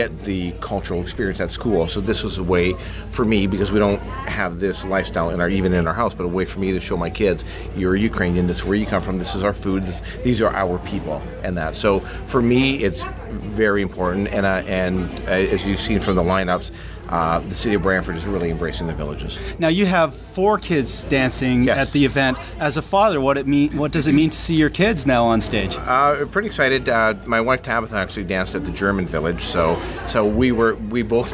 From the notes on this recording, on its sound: Recorded at Ukraina Village in Brantford, Ontario, on July 3, 2013. Recorded at Ukraina Village in Brantford, Ontario.